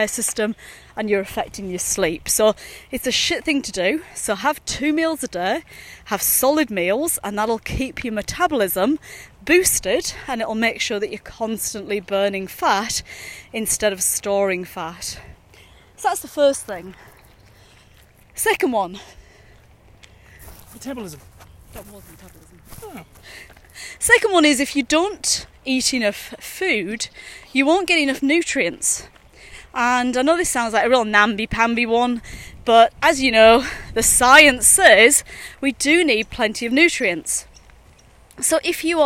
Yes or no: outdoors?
yes